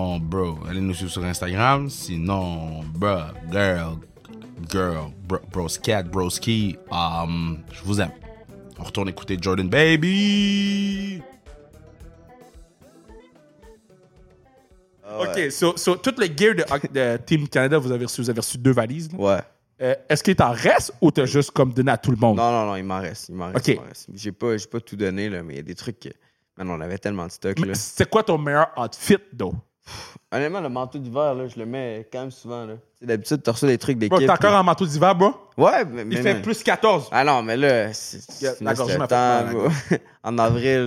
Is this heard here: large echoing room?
no